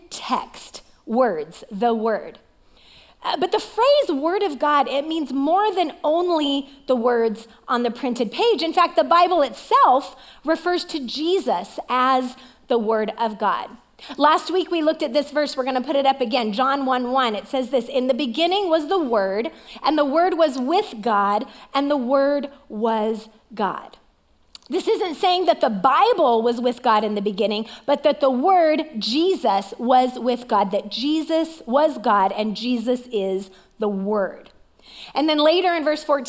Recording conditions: large echoing room